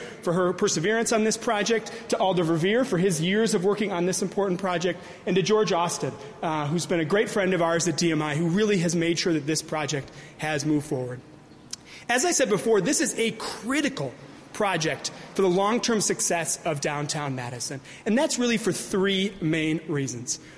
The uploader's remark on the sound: News Conference: Wilson Street Garage Grand Opening